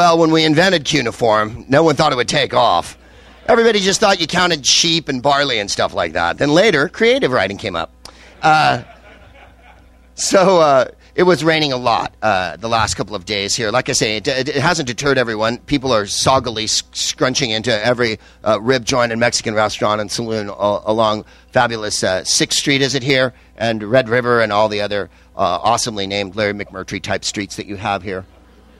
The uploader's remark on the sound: Vodkasting live from the SXSW conference in Austin, TX